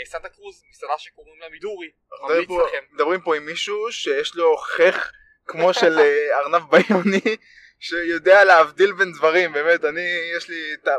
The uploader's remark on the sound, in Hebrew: מתנצל מראש על איכות הסאונד בפרק הזה